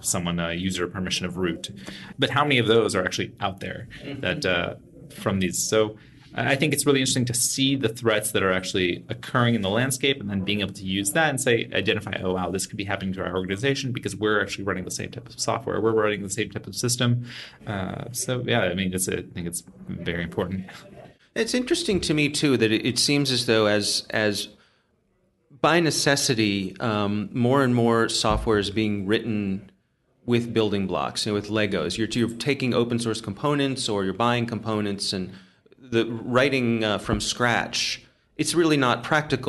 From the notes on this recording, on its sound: At Recorded Future’s RFUN: Predict 2019 conference in Washington, D. Where he was delivering one of the keynote presentations.